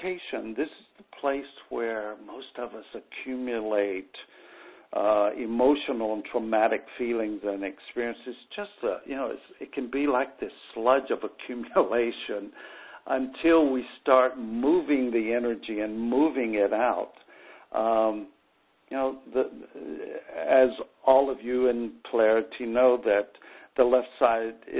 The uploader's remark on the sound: conference call